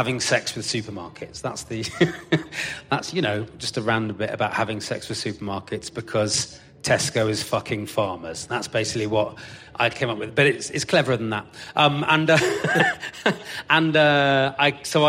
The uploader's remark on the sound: Live at Latitude Festival. Live at Latitude after a good old-fashioned cattle auction.